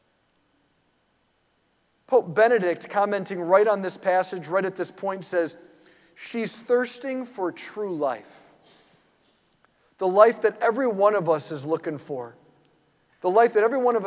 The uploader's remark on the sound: preached this homily on March 12, 2023 at St Basil the Great Catholic Church in Brecksville, OH.